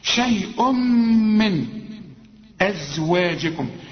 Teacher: شيء من تنوين وبعد ميم، والميم من حروف الإدغام، هنا بقى محتاجة غنة برضو